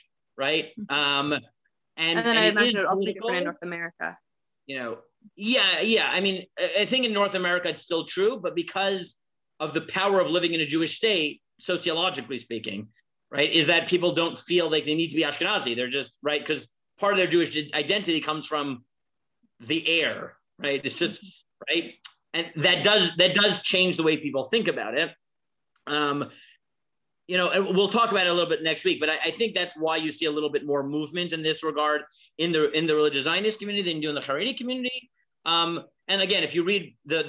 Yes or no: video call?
yes